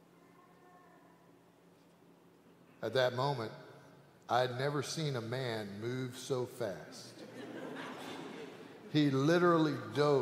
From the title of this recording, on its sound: Sanctuary Service